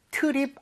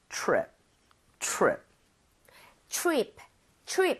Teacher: TR, 이 충돌을 하게 되면 치읓 비슷하게 됩니다. 그러니까 입 모양을 모으고 한다는 느낌으로 · Shown in: second take